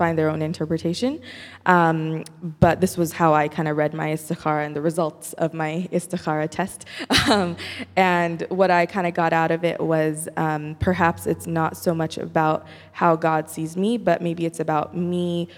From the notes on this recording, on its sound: Q&A Discussion Circle w/the Imam. Takes questions from the congregation. Congregants have an engaging conversation.